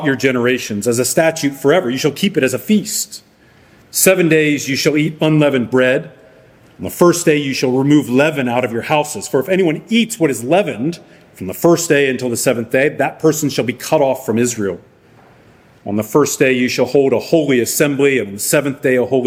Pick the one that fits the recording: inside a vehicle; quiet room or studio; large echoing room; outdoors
large echoing room